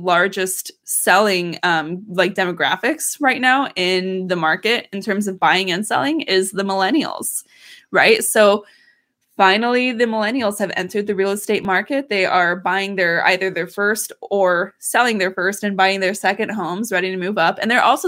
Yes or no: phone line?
no